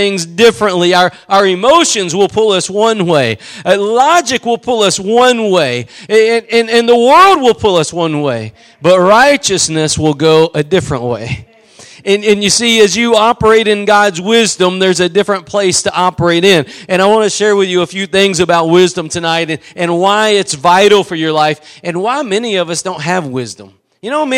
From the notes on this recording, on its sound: Preached at Gospel Lighthouse in Bossier City, La.